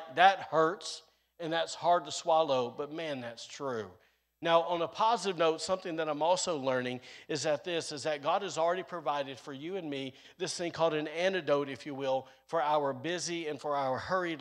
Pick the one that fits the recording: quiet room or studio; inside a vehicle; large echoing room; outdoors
large echoing room